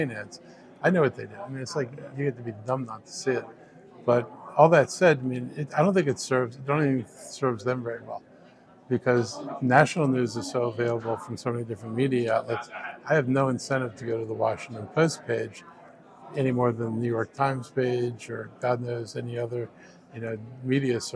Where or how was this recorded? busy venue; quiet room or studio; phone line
busy venue